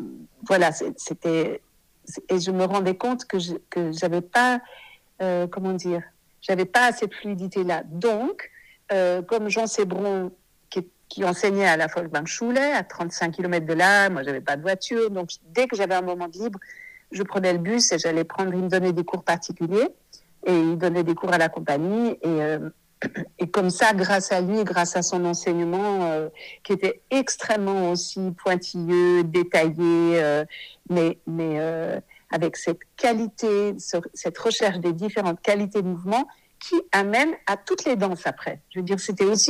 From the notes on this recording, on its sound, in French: Cet épisode a été enregistré par téléphone